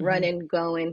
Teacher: a really common one is not stating the final ing in like running · Term: Final consonant deletion